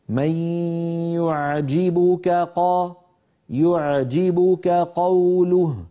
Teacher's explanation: التقى في النطق كاف وقاف، ونحن نعلم بأن الكاف والقاف متجاورين في المخارج، فعلينا أن ننتبه ونخلص صوت أحدهما من الآخر. هكذا من يعجبك قا، يعجبك قوله، حتى ما تخرج معنا يعجبك قوله مثلا بكافين أو بقافين، فلينتبه إلى ذلك.